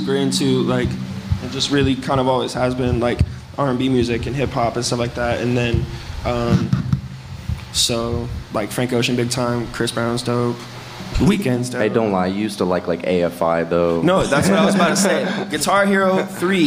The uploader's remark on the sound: LIVE at Neat Neat Neat Records and Music. Located at 1836 South Calhoun Street in downtown Fort Wayne.